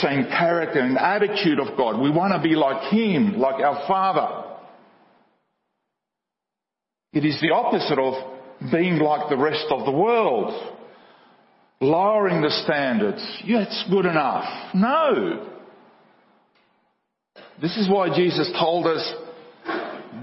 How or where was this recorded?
large echoing room